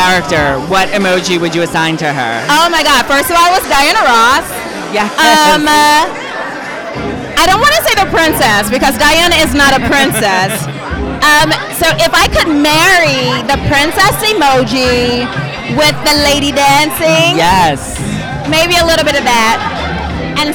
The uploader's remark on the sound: Recorded at Blue Ribbon in NYC, I am on the red carpet at the Opening Night party of the new hit Off-Broadway Musical Emojiland chatting with the cast and creative team.